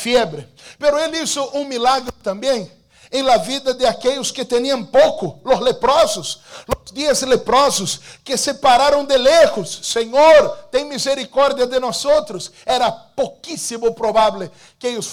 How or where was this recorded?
large echoing room